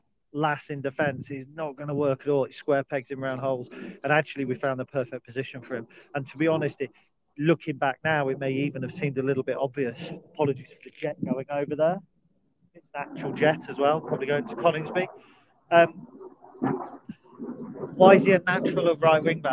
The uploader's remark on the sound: Dog Walk Special. This time recorded in the hills of the Lincolnshire Wolds. Whilst walking the trails near my house. The sound quality is rustic, and there's little planning.